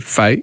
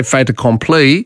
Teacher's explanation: If you say fait accompli, you do pronounce it because the consonant links onto the vowel at the start of the next word · Shown in: second take